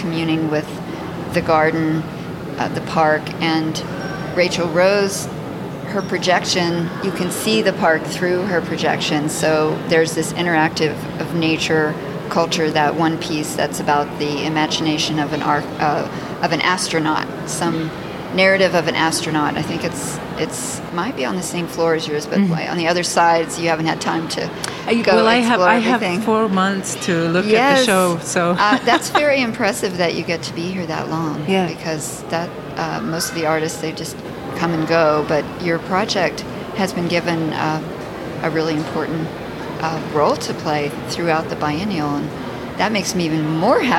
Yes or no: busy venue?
yes